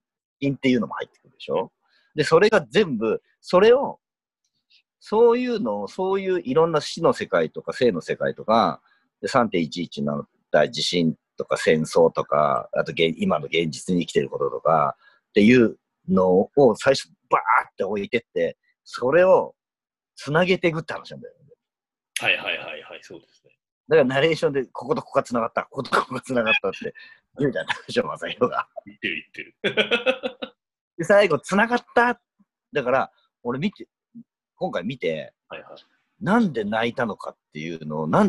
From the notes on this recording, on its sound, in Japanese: Zoomでの遠隔収録ですので、音声途切れがちです。